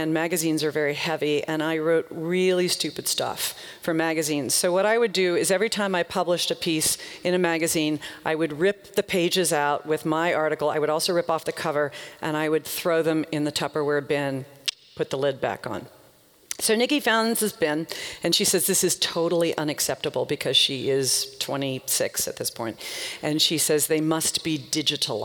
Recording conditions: live audience